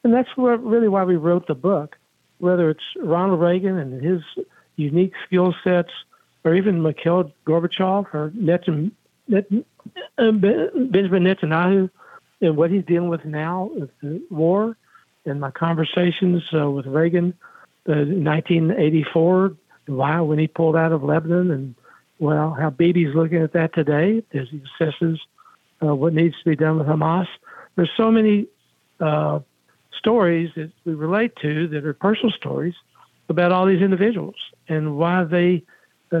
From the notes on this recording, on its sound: we take your calls in open phones across America